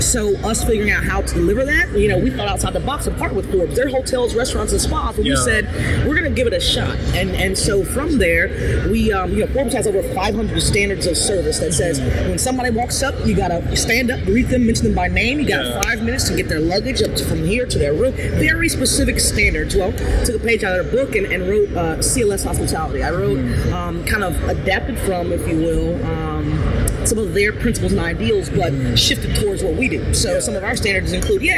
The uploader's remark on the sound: LIVE AT NAA